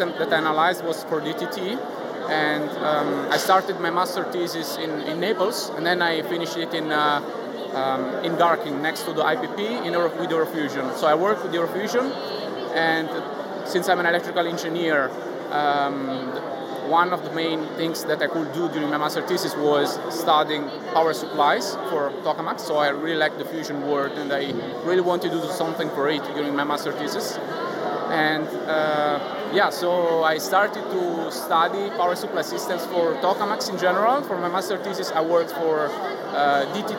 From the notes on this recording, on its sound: going live on location at the FuseNet PhD Event in Padua, Italy